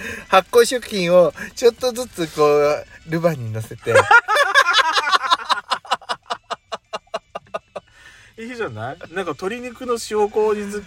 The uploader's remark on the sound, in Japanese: From Radiotalk。パーキング収録。